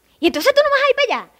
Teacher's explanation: se habla súper super cantado hacia arriba